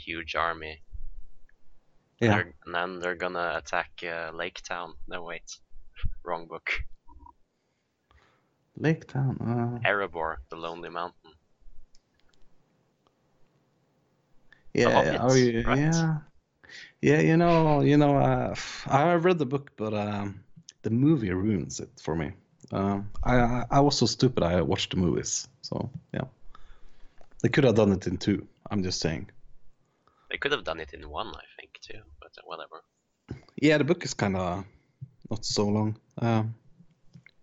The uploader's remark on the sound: the podcast is plagued with technical difficulties